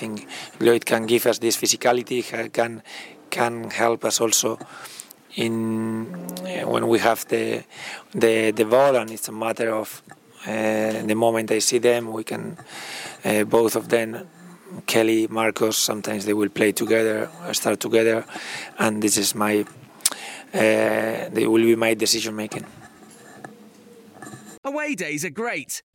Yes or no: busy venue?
yes